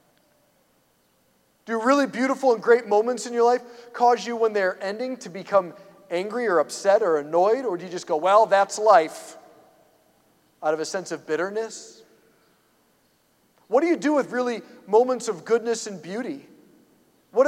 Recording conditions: large echoing room